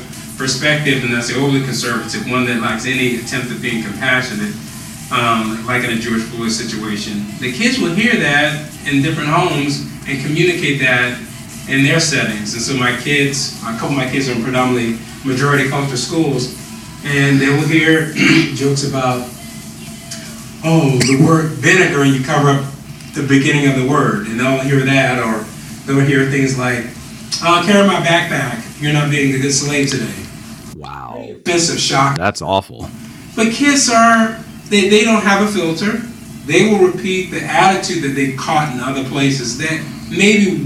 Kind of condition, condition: fault, poor sound quality